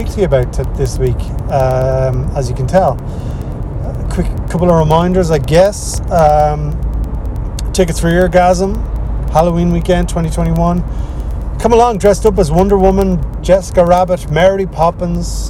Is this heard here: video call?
no